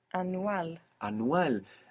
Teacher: This Y sound comes from nowhere in English and you cut it out because you focus on how it's written.